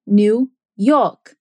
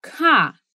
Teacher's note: Americans from New England or New York generally speak with a less pronounced R than the rest of America